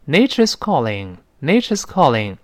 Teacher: 这个 z 读快之后呢，可能就是 Nature's– Nature's 它跟轻辅音就差不多了，来不及做这个浊化的动作